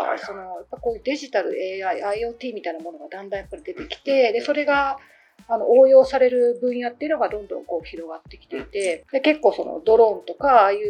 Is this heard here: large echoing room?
no